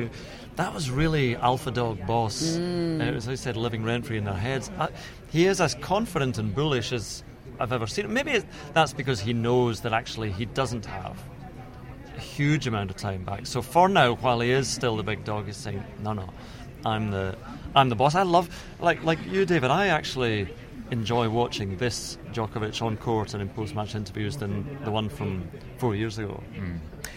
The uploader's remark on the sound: Live from Wimbledon Day 12